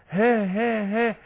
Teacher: فيها همس، يعني جريان نفس، ها ها ها يعني فيها استفال، ها ها يعني من صفاتها الانفتاح.